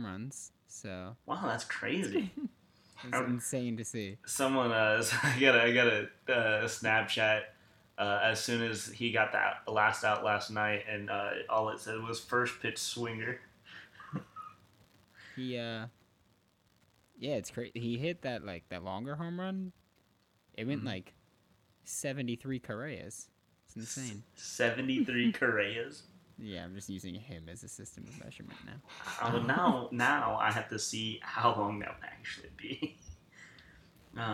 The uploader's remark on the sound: Ft. Audio Issues. We also had some audio issues here, apologies.